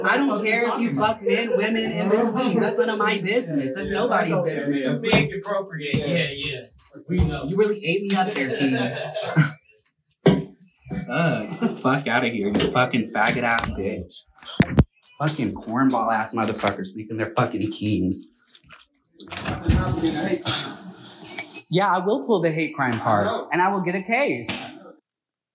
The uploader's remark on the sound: Voice memo.